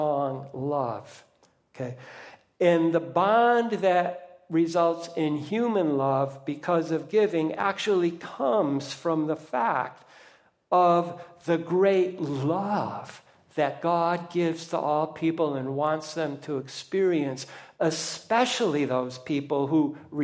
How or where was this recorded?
large echoing room